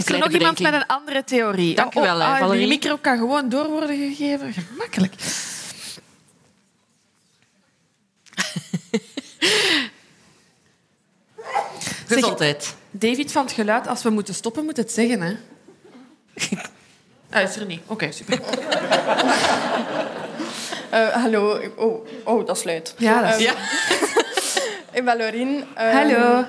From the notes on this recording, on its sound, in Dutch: Onze live opname vanop het Podcastfestival in Oostende.